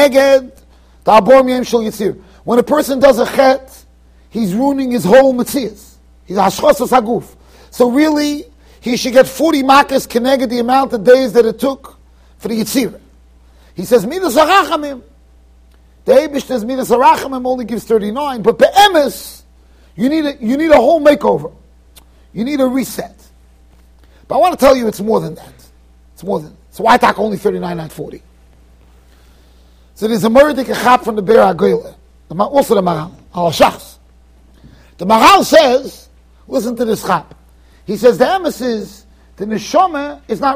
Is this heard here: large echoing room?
yes